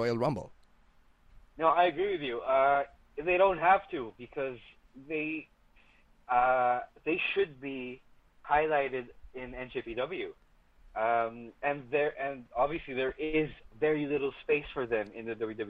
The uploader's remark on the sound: It's another phone call episode of the Podcast